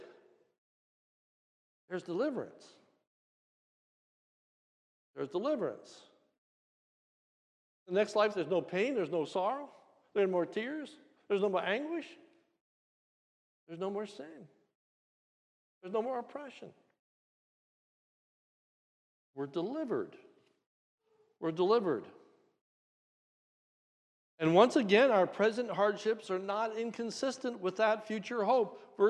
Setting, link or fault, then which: setting, large echoing room